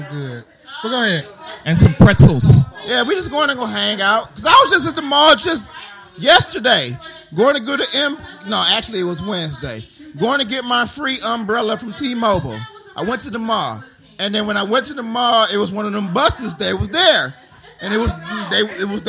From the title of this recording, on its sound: Our First Live Podcast